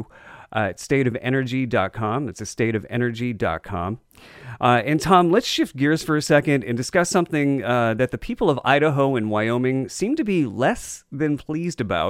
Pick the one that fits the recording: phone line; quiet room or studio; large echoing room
quiet room or studio